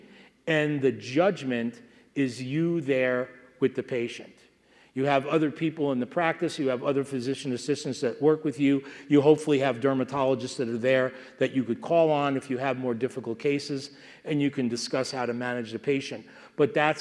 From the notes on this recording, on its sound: From the SDPA 14th Annual Fall Dermatology Conference 2016, held November 2 – 6 in Las Vegas, Nevada.